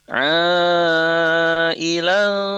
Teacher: ikhfa di sini ditahan sebentar selama 2 harokat ya atau dengunglah di situ